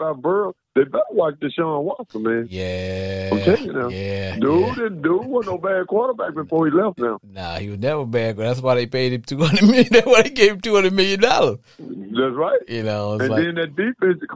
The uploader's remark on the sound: a one hour live streaming Sports Entertainment Podcast where callers get up to 2 minutes to blow off steam